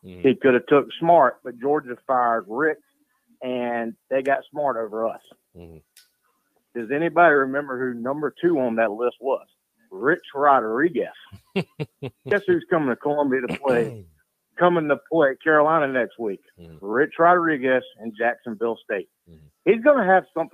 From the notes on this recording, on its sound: Postgame Call-In Show